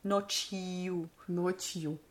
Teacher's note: So again, it'll be like doubly soft in this sense genau. because we have a soft consonant with a soft sign and then we still need the J glide